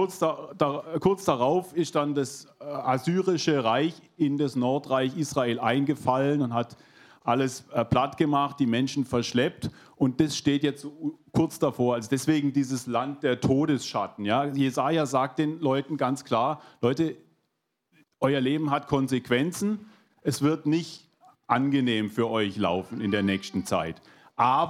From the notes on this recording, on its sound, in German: 2022 in der Gemeinde Kaleo Schopfheim aufgenommen.